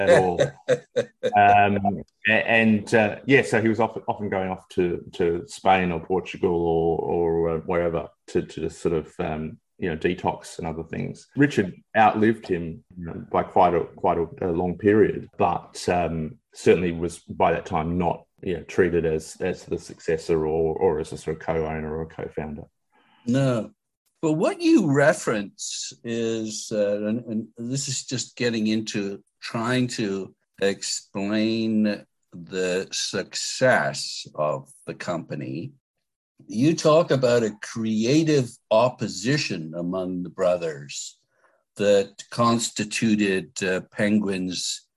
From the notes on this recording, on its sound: via Zoom